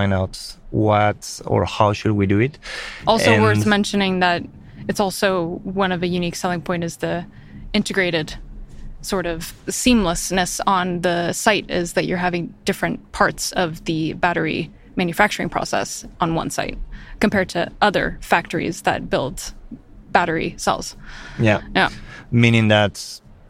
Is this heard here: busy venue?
yes